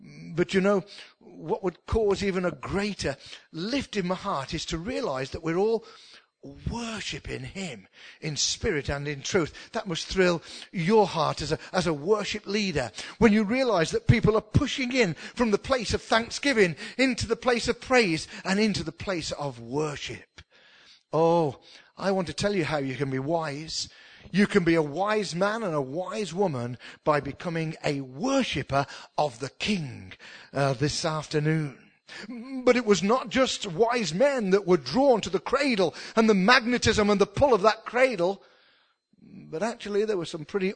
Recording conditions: large echoing room